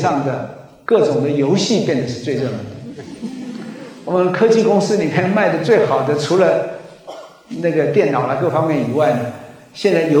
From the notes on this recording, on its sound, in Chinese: 高雄新書演講會現場錄音。